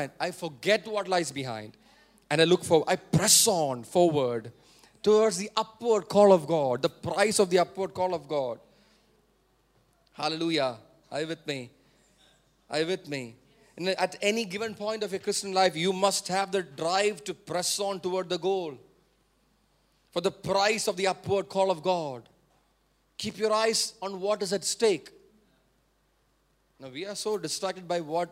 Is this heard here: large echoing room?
yes